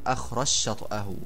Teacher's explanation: يدغم الجيم في الشين فتصير أخرج شطأه · Term: إدغام